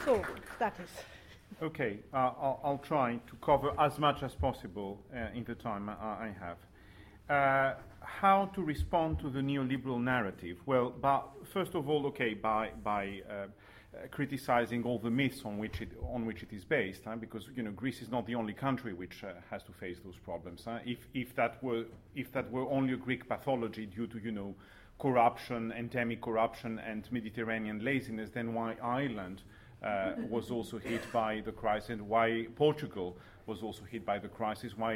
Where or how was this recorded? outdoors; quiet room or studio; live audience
live audience